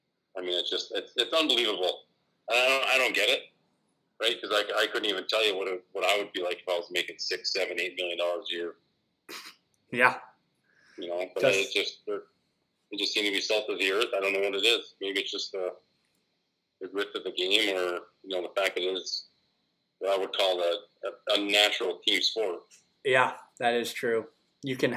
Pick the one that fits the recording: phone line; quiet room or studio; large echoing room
phone line